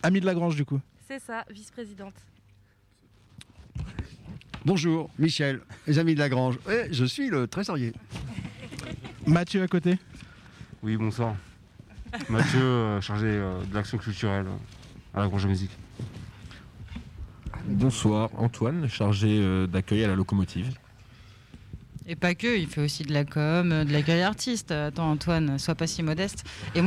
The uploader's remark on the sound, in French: Emission réalisée en direct de la grange à musique de Creil (60)